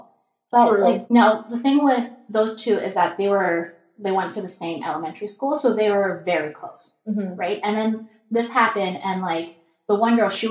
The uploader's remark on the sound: I blame technology for the garbage audio quality this episode. The recording software got confused and...well, you'll know. Again, we're so sorry for the trash audio quality. Laptop has a potato for a microphone.